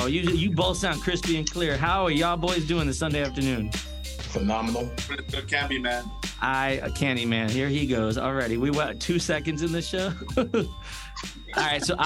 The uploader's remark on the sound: on a Sunday conference call while they drink up